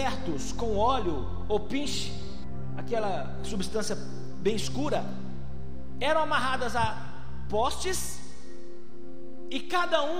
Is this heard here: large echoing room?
yes